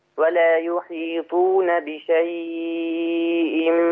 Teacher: ياء اللين دي اللي على راس الحاء الصغيره لما يجي وراها همزه ورش يعملها اربع حركات · Term: ياء لين